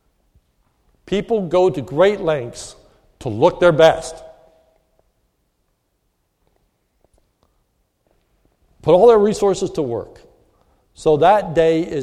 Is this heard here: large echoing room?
yes